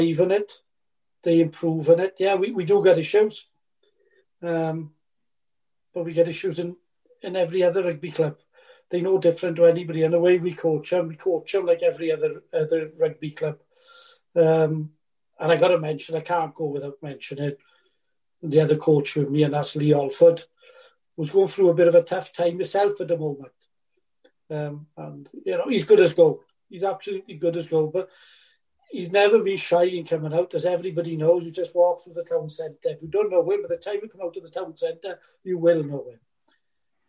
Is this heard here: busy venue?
no